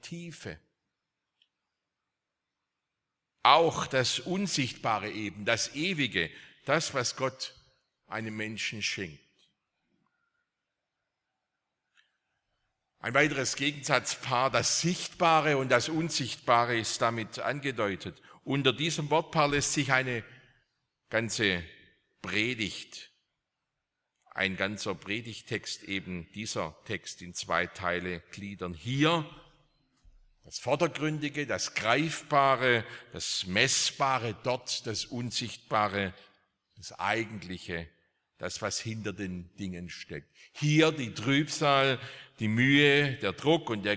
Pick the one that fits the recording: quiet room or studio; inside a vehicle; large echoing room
large echoing room